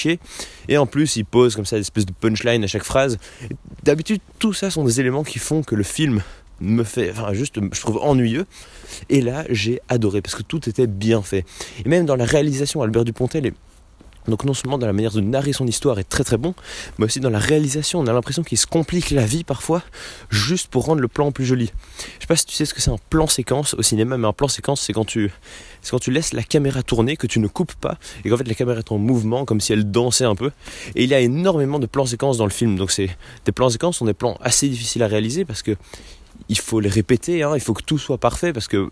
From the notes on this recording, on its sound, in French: Un épisode que j'ai enregistré dans le froid et la nuit